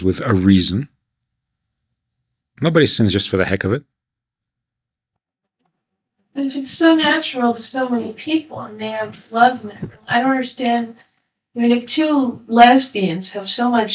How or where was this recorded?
large echoing room